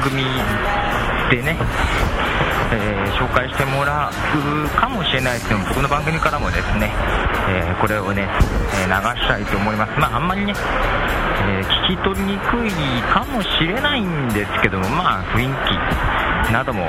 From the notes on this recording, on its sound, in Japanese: ポッドジャム名古屋栄の様子をお届けします。名古屋駅の雑踏より歩きながらの録音です。